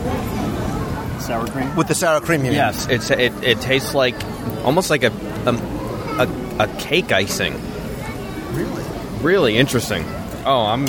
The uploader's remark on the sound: Modeled after a Mexican hacienda dating back to 1692, the restaurant sits in perpetual twilight on the banks of a river, across from a Mayan pyramid and ruins. We offer a live review from inside the restaurant as we enjoy some of the Inn's appetizers, main courses, and of course, desserts, as our serve explains every aspect of the meal.